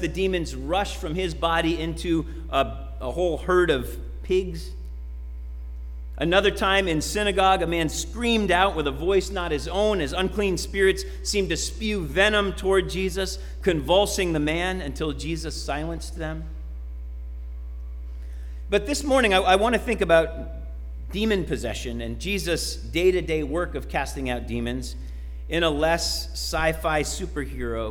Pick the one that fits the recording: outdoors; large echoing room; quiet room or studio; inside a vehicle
large echoing room